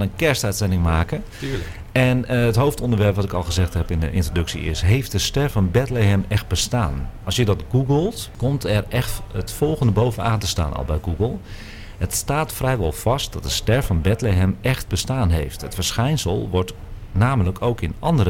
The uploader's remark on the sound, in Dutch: Deze live uitzending is opgenomen op locatie bij Boekhandel Scheltema aan het Rokin te Amsterdam voor AmsterdamFM.